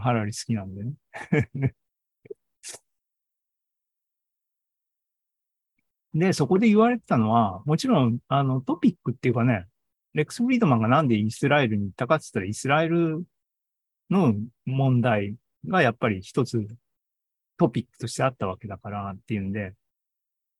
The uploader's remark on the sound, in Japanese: ２０２３年７月２９日に開催した ZOOMライブの模様です。